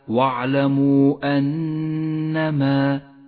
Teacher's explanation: جاء حرف المد وهو الواو في كلمة والهمزة في الكلمة التالية، ولذلك سمي مدا منفصلا، وهو مد جائز اخترنا قصره على حركتين تسهيلا على القارئ المبتدئ، وقد ميز بالبرتقالي إشارة إلى زمن وموقع · Term: المد المنفصل